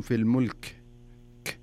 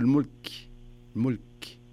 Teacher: الكاف هذا من حروف الهمس، زين، وليس من حروف القلقلة · Shown in: second take